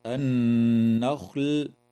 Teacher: وتغن النون المشددة في كلمة النخل